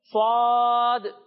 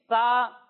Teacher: اس میں سیٹی کی آواز بھی آئے گی اور اسے موٹا کر کر پڑھیں گے · Shown in: first take